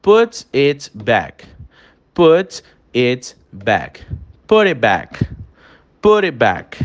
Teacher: Repara como o T é silenciado na fala rápida, né? No connected speech. · Term: glottal stop